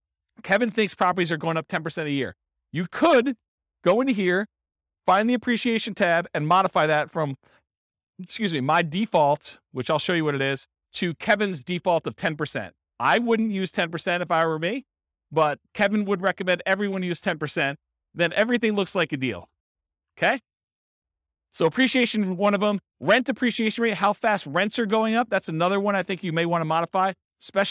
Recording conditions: live audience